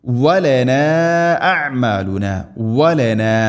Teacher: മദ്ദിൻ്റെ അക്ഷരം അലിഫിന് ശേഷം ഹംസ, മദ് മുൻഫസിൽ, നാലോ അഞ്ചോ ഹറക്കത്ത് വരെ നീട്ടാവുന്ന മദ്